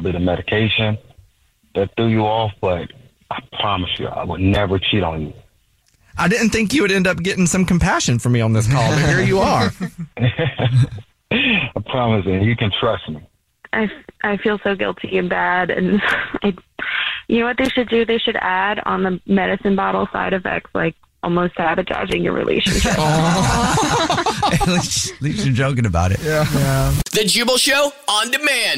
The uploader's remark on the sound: There is a woman on the phone